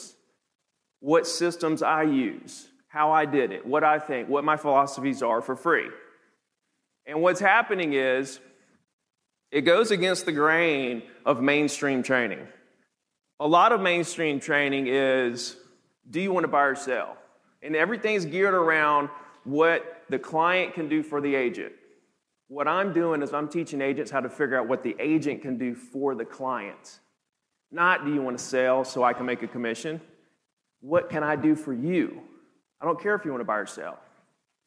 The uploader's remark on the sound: teaches the audience at the HyperFast Sales Summit